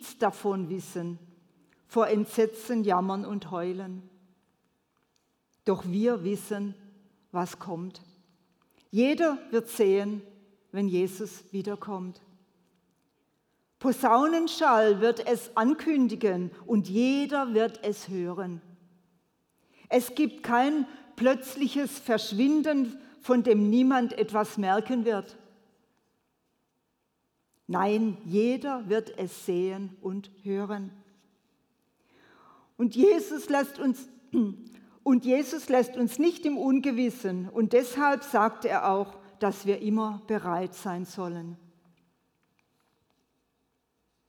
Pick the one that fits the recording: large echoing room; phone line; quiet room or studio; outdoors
large echoing room